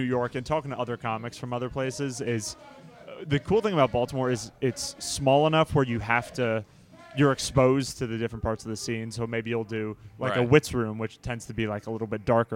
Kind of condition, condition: setting, outdoors